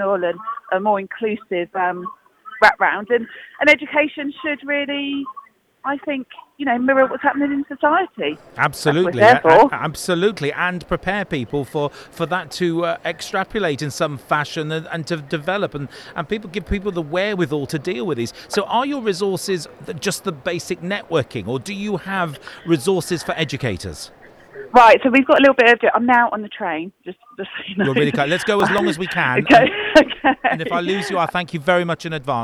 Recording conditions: busy venue